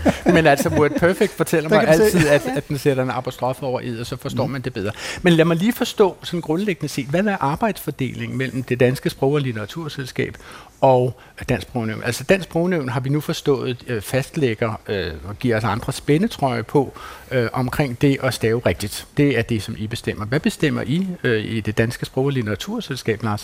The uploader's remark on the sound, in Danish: Klog på Sprog sender live fra sprogfestivalen Sprogense